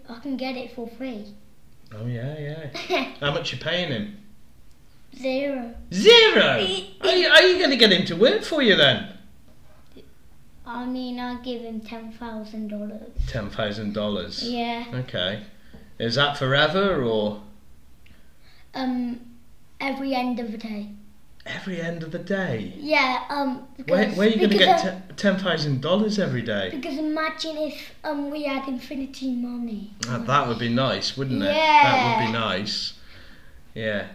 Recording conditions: sounds in the background